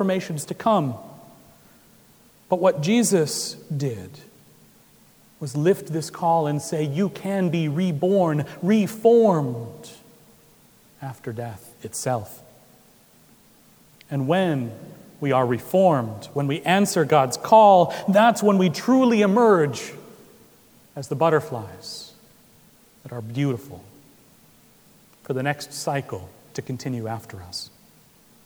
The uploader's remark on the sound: Recorded October 30, 2016 at Trinity Presbyterian Church in Bixby, Okla.